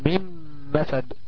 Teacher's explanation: النون هتقلب ميم، ميم ساكنة وبعدها ميم متحركة، يبقى ميم مسد كده اهو، ميم مسد، واضح.